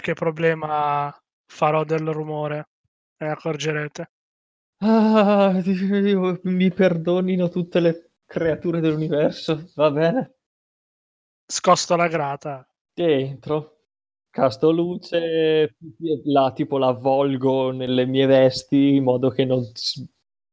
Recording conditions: video call